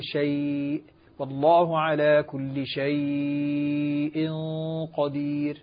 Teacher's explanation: فاللين المهموز عند ورش له فيه التوسط أو الإشباع